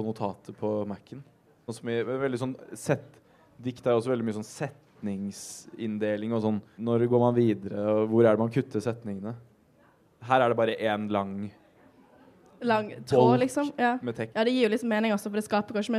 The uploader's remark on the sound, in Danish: Live på Novafest